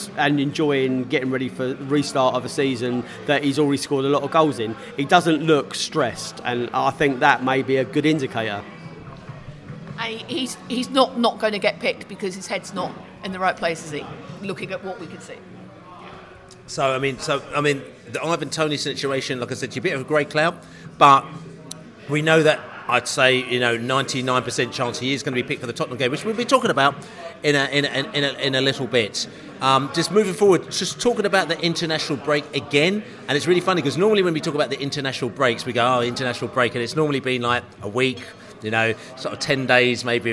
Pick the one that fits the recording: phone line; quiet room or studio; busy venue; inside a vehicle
busy venue